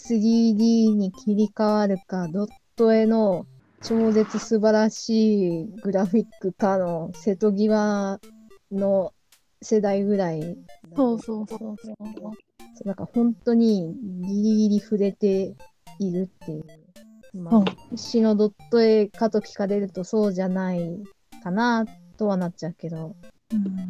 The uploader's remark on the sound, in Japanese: 音声が終始乱れております